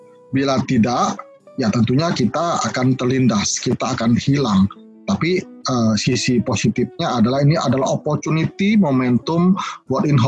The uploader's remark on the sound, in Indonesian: dari hasil rekaman Webinar